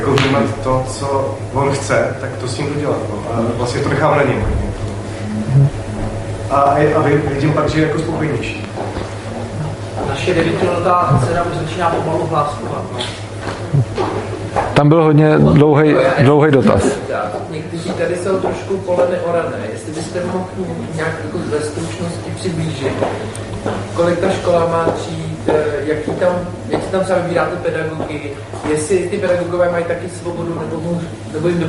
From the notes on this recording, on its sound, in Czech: jsme vystoupili v Divadle Pod čarou v Písku; publikum bylo dost různorodé